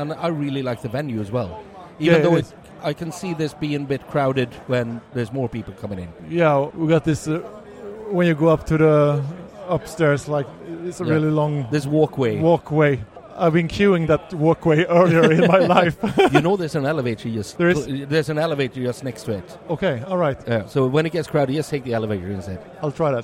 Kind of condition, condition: setting, busy venue